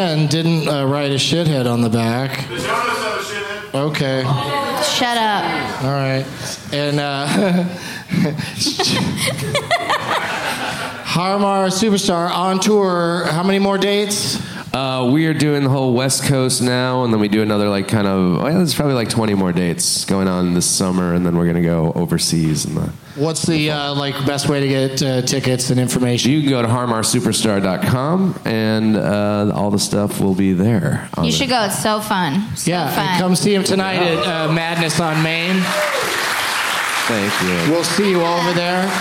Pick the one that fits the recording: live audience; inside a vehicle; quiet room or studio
live audience